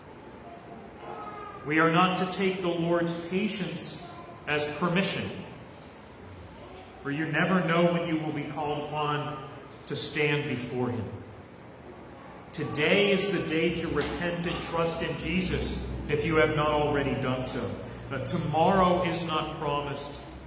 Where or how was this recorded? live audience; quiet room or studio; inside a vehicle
live audience